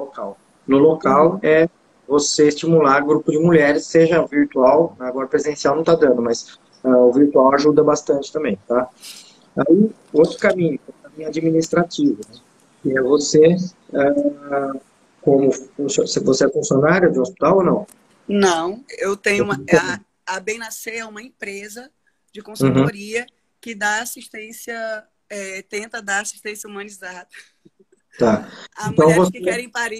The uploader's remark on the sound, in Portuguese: Essa é uma live de “Perguntas &amp; Respostas” com gestantes no Instagram